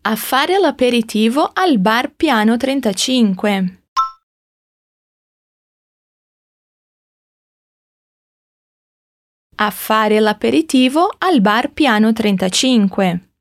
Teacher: em italiano não temos o an, então vai ser sempre um a, bem abertão